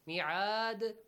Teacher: When you stop, dal has to produce a bouncing sound.